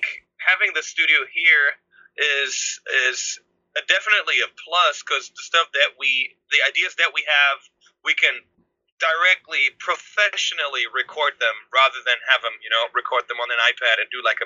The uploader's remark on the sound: over Skype from their home studio